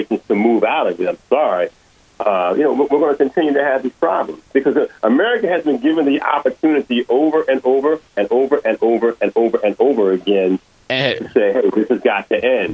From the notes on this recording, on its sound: WURD listeners call in to add their reactions as well.